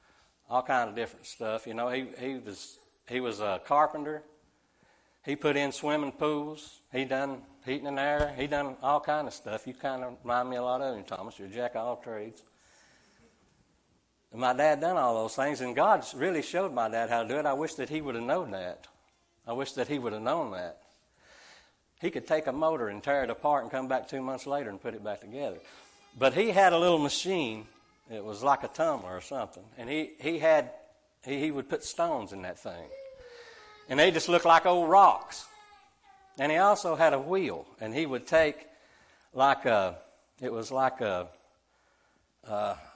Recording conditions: large echoing room